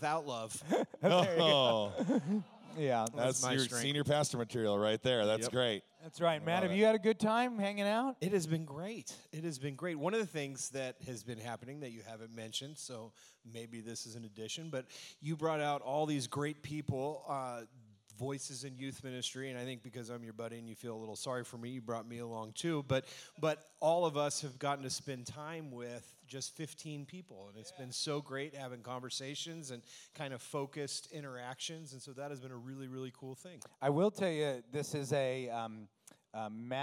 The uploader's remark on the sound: LIVE from #dym200. In front of a live studio audience at #dym200.